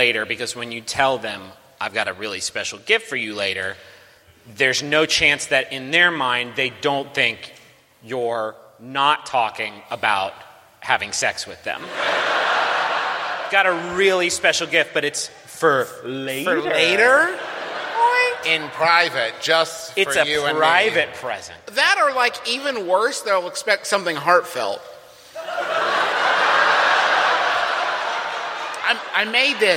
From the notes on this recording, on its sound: Is our annual holiday live show, which we recorded in the decidedly non-holiday month of September. It was also the live show featured in the MBMBaM TV show!